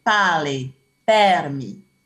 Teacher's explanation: quelques R roulés dans permis, permis, affaire, sur, donc j'essaye d'imiter un peu, avec parfois un allongement de la voyelle qui précède